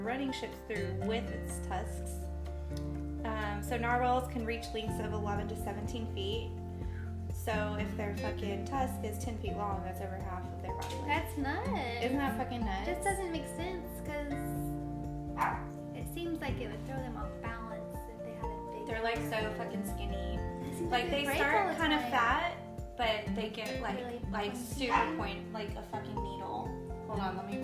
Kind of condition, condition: fault, sounds in the background